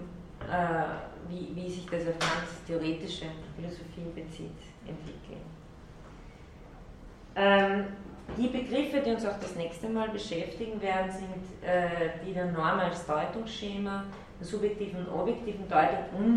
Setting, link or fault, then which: setting, large echoing room